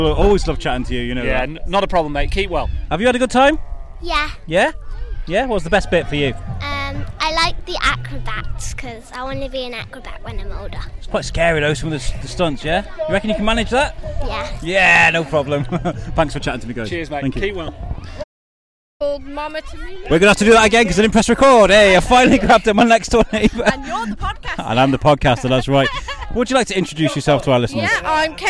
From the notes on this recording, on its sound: while he was at the Shropshire Drive in Festival's Circus weekend